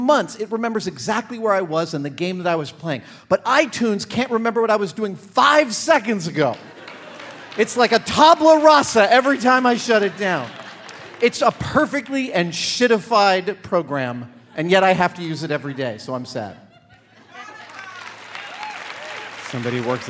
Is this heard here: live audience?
yes